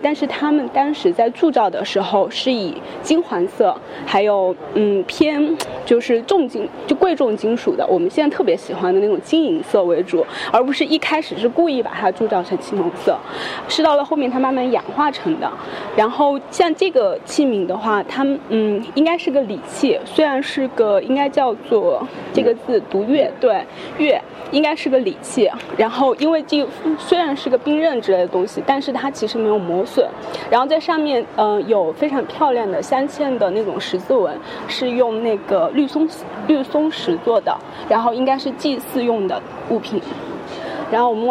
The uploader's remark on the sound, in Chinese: 这期节目，我们播放的是9月25日在上博青铜馆的现场录音。